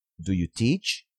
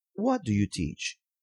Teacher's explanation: Perceba que a primeira pergunta é respondida com sim ou não e tem a rising intonation, entonação crescente, e a segunda contém um pronome interrogativo, que pede uma informação específica e por isso tem entonação decrescente, falling intonation